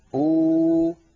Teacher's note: أبدل الهمزة الساكنة واوا مجانسة لضمة الهمزة الأولى فتصير أو. كذلك لا يقول العربي إ، فإن وجد ذلك في كلامه أبدل الهمزة الساكنة ياء مجانسة لكسرة الهمزة الأولى فيصير النطق إي.